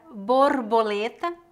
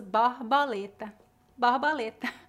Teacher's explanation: os nordestinos pronunciam as letras O e E de forma mais aberta em comparação ao sul e sudeste · Shown in: second take · Term: sotaque nordestino